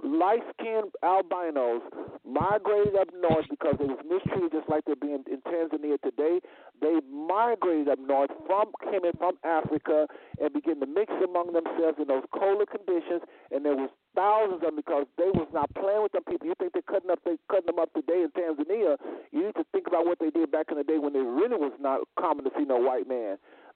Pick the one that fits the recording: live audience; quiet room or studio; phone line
phone line